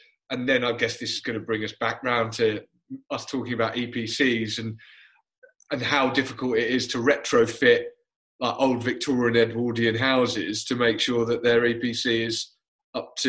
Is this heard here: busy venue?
no